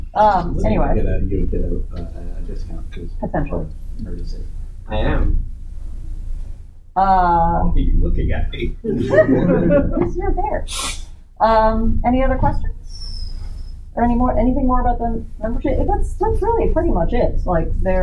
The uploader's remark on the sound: Recorded at Metatopia 2023